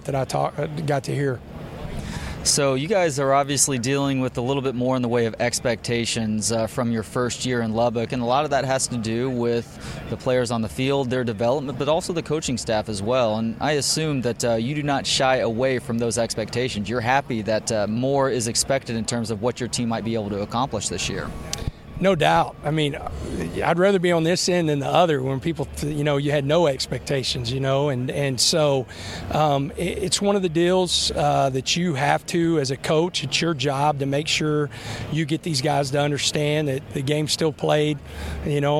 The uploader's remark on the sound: from Big 12 Media Days at AT&T Stadium in Arlington.